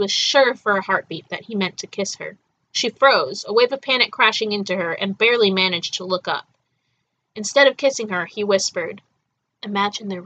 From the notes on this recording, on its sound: Apologies for the sound quality for most of this episode; we're trying out some new software and it's a bit fiddly.